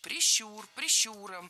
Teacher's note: Правильный вариант – прищур, прищуром, с ударной «у» во втором слоге.